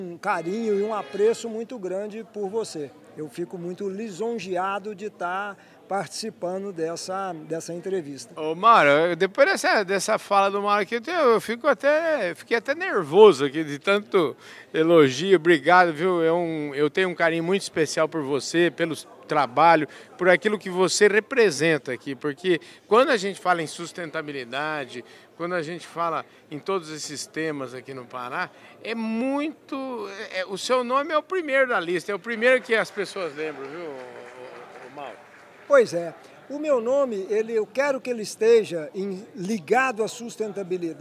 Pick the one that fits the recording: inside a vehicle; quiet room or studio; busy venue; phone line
busy venue